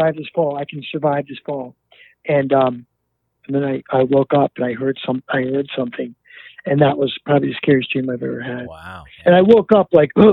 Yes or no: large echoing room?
no